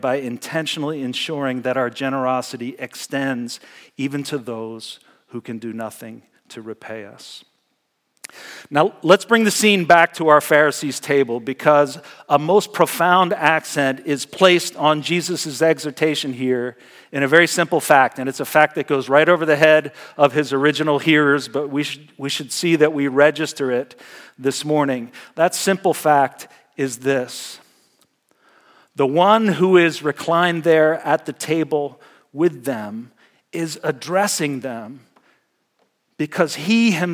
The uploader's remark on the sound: Message Preached at Valley Creek Church.